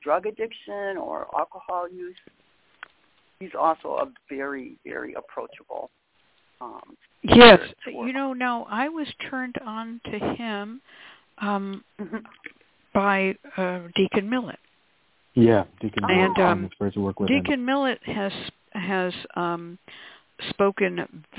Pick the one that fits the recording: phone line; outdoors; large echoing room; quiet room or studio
phone line